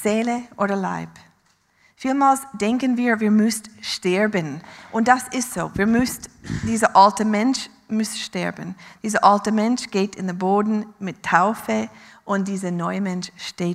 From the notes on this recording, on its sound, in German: Live aus Winterthur der Dienstagsgottesdienst